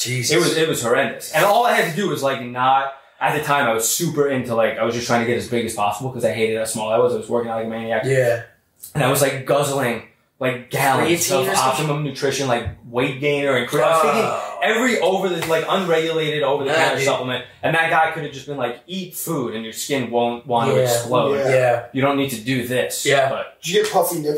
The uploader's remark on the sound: I remastered the back up audio and hope its tolerable.